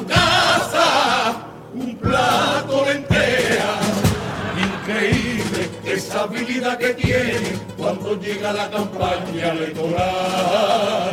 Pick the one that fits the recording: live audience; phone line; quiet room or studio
live audience